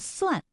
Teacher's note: 算数的算也是平舌音，它的声母是思